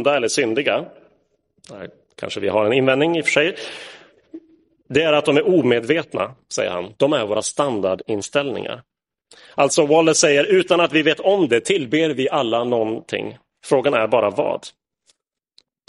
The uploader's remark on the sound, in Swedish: Inspelad i Roseniuskyrkan den 3 juli 2022.